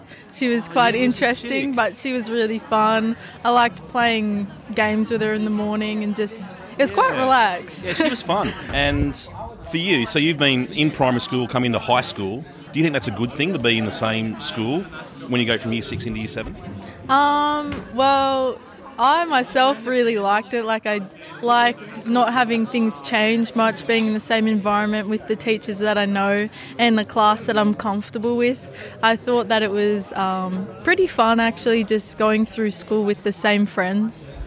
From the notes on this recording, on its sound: a range of short interviews from last week's Primary Expo